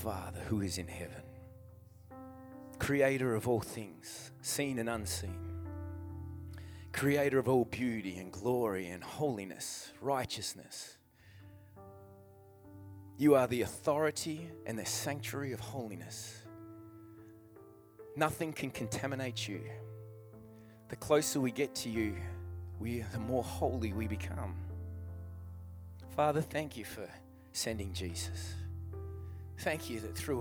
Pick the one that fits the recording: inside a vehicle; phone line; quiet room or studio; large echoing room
large echoing room